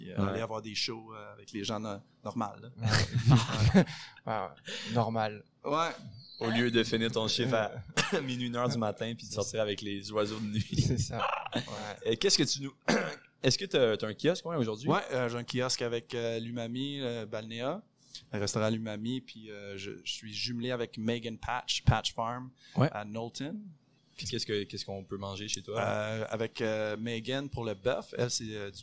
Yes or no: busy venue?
yes